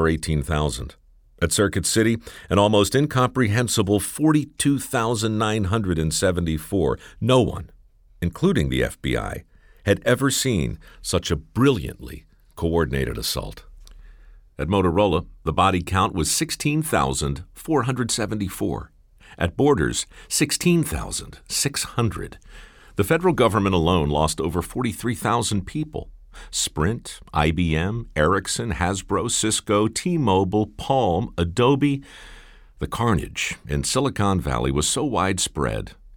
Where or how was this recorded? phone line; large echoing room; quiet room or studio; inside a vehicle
quiet room or studio